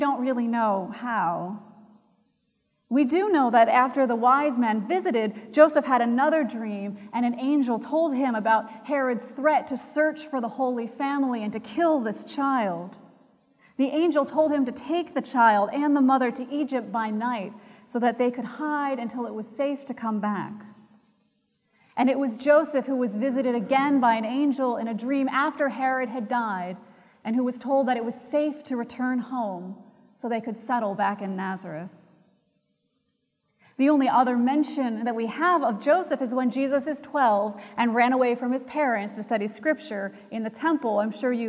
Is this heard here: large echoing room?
yes